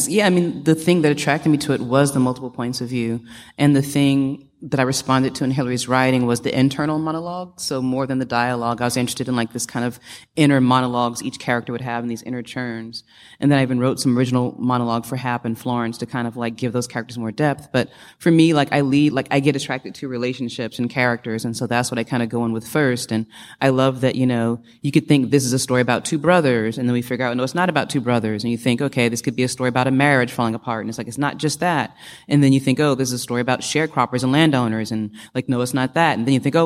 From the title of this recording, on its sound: Live From Toronto Edition